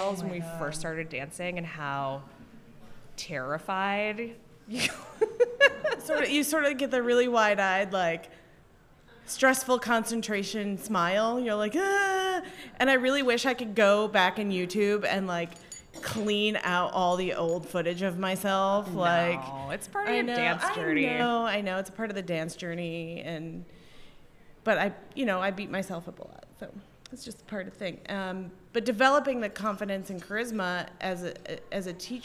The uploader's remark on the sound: Got on stage at Reunion 2020 for their first (and maybe only) live episode. A few brave souls joined us for the largest intro clap ever. This episode was filmed live on January 25, 2020 in Scottsdale, Arizona, as part of Reunion 2020.